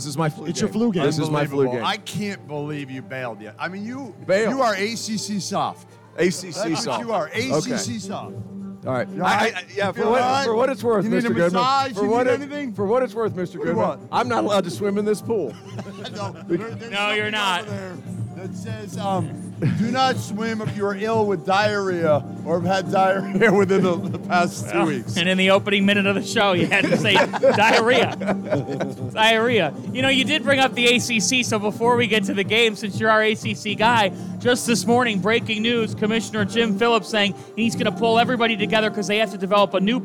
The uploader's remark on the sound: live from Stadium Swim in Las Vegas